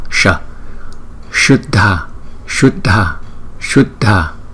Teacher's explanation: Chữ S có dấu sát chúng ta là sh. Sh. Cong lưỡi và sh.